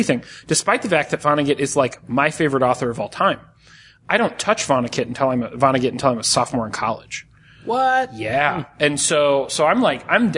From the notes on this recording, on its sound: We were lucky enough to be invited to the Mother’s Brewing Tasting Room to record an episode with their beer experts.